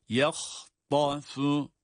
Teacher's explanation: ya ince, ha, ta, her ikisi de kalın